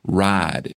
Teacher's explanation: vowel in ride will become a monophthong, which means one vowel, and it'll become ride.